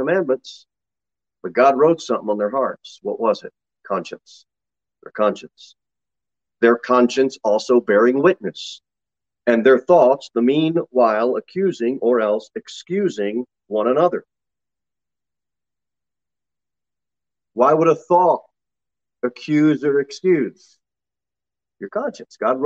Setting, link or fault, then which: setting, large echoing room